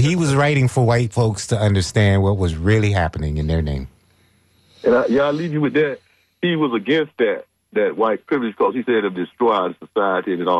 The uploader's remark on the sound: unique magazine format call-in show